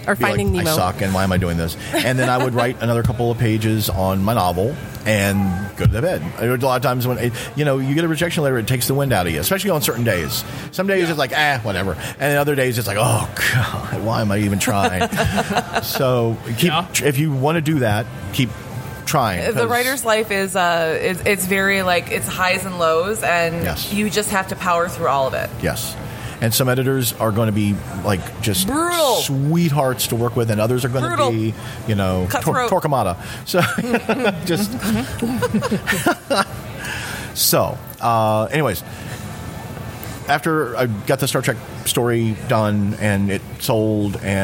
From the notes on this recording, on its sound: SteamCon 2018. This episode was recorded at Motor City SteamCon.